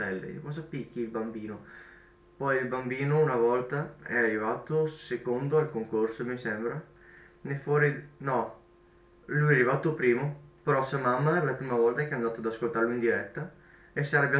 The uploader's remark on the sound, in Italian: scusate l'audio un po' metallico ho sbagliato a settare il microfono.